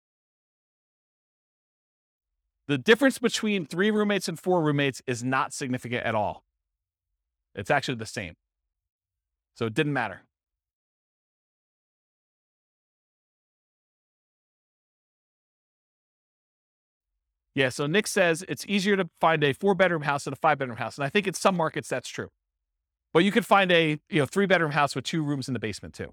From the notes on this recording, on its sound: This was a live class recorded